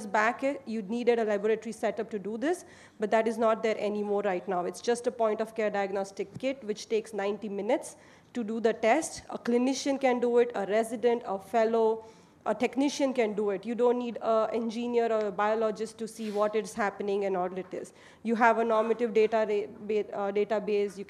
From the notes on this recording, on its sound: Recorded live in Florence, Italy, at the 2023 AECOS Europe Symposium.